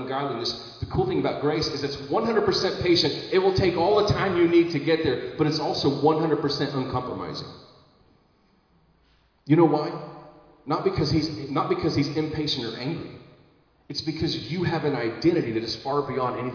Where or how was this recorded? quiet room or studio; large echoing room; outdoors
large echoing room